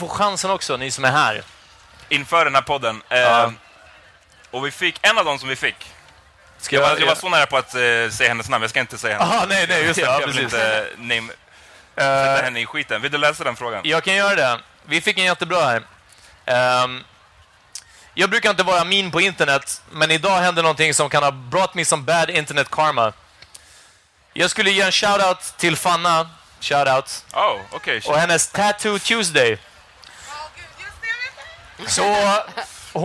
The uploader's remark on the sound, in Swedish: Live från Way Out West. Denna pod spelades in live på plats under Way Out West 2017.